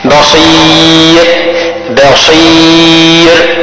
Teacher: مرققة، لأنها مسبوقة بيا ساكنة سكونا مية سنين، مسبوقة بيا خلاص، بيا ساكنة خلاص.